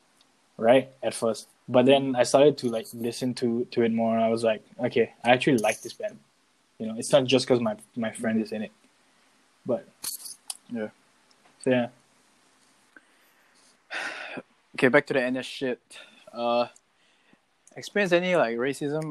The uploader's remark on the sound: This episode was a mess because of the audio cuts.